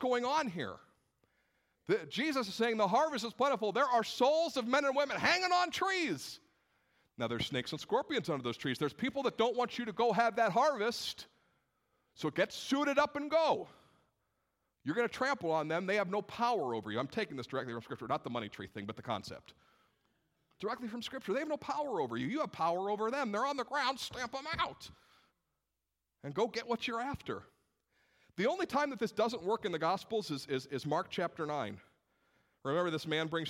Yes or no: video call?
no